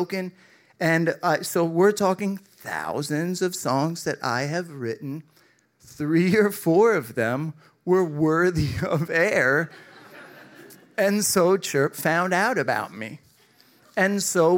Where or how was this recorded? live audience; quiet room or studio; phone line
live audience